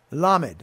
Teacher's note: accent on the first syllable, since it's two syllables, in order to get us to sound out the L sound, la, la, which some people group as a palatal, and some people group a couple of letters in the Bible as liquids.